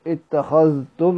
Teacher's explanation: وقرأ اتخذتم بإظهار الدال على الأصل